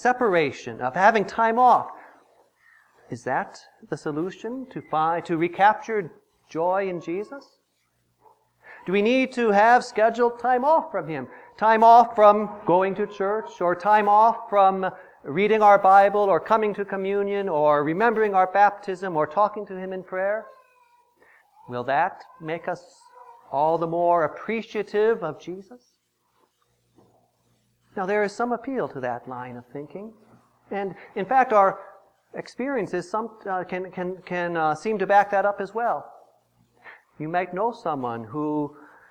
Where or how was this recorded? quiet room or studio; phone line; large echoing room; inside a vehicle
large echoing room